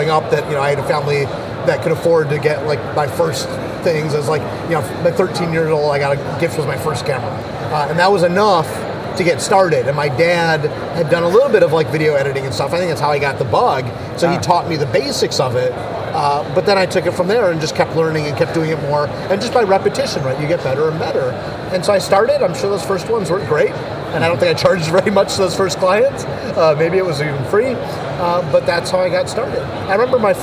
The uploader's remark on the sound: at a tech conference in Barcelona, Spain